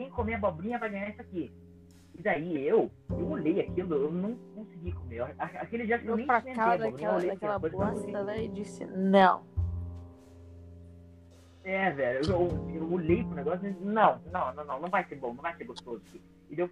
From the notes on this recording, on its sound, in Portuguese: Assuntos polêmicos com um áudio merda.